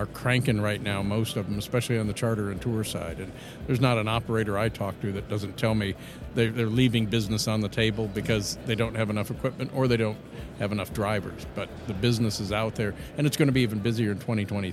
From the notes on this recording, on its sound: in Detroit, Michigan at the ABA Marketplace and Busworld North America were taking place at the Huntington Place Convention Center